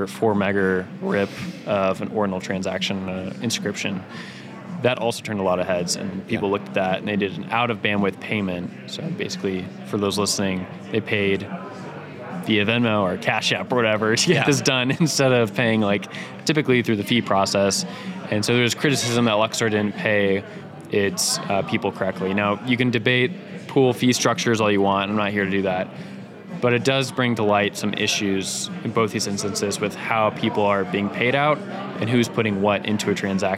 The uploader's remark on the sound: live from the South Carolina debut